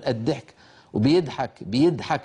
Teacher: لكن هذا الفاعل وجد هذا الصوت أيسر عليه لما عجز عن نطق الضاد الفصيحة. بعضهم يجعله دال ولكن مرققة كالدال التي ننطقها مثلا في مصر، في العامية المصرية وغيرها، يقول مثلا الضحك بدل الضحك يقولون الضحك، وبيضحك، بيضحك بالدال الخالصة، هذه أصلها من ضحك يضحك بالضاد.